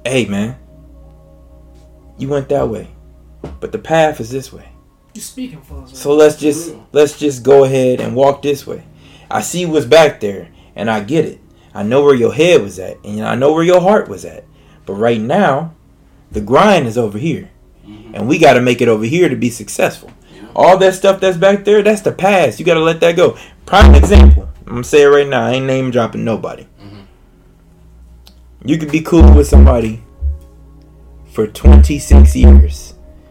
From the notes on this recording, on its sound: We were experiencing some technical difficulties